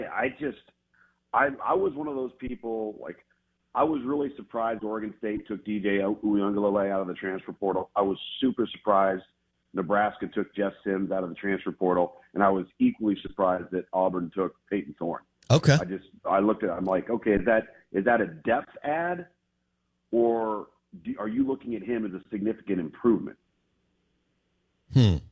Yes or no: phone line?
yes